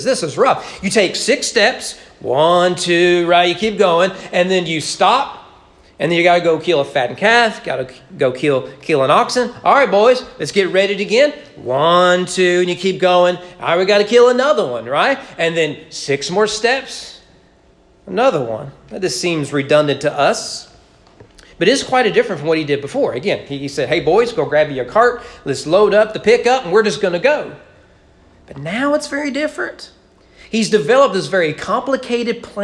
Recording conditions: large echoing room